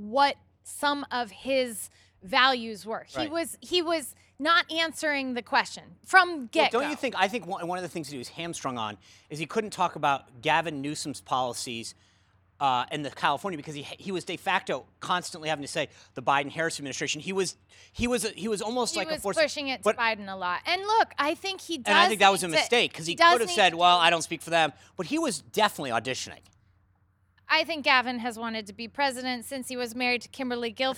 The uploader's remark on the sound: Live from the 4th GOP debate in Tuscaloosa, AL